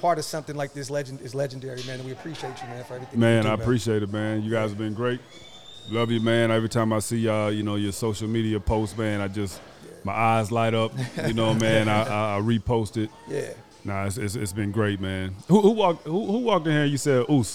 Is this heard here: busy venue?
yes